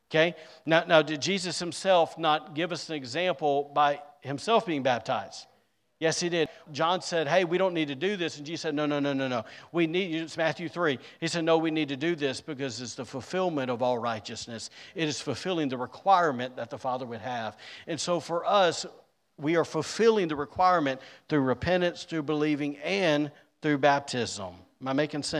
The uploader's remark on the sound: recorded on Sunday, April 30th, 2023, during service at The Anchor Church in Rockport, Maine.